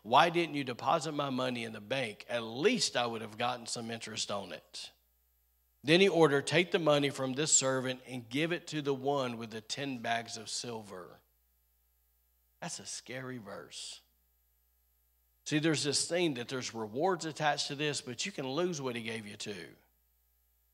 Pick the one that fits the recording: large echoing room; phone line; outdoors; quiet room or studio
large echoing room